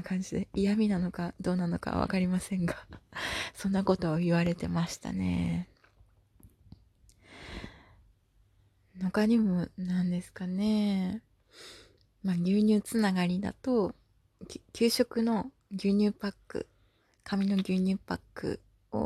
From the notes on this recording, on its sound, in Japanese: 娘が寝てる横で収録したので、フガフガいびきも入っちゃってます。